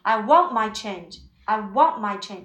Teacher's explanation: 你用舌尖顶住你的上齿音。就是很快要出来了。但是那特的音没出来，它就失去爆破了